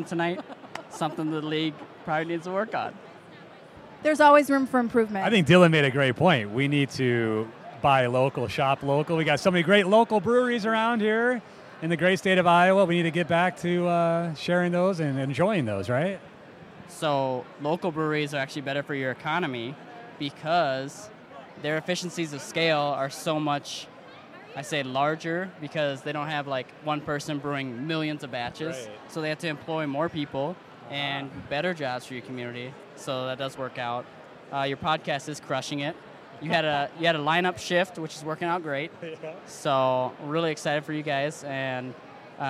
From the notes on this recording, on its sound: We grabbed some live interviews from the Exhibit Hall of this year's Annual Conference & Exhibit in Dubuque and had some fun chatting with a bunch of great city officials from around the state. Enjoy some of the sounds from the luau-themed Exhibit Hall!